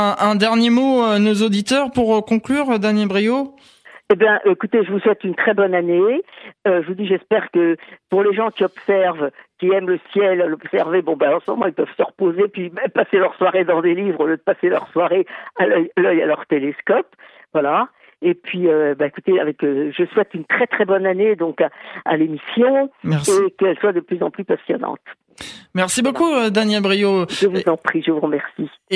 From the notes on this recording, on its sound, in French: par téléphone